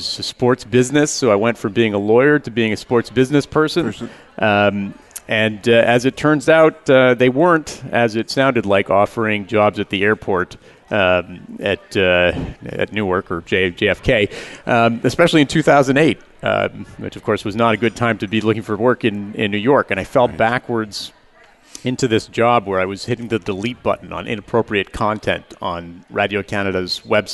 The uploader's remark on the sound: Live Broadcast at the The IPBC IGNITE Conference.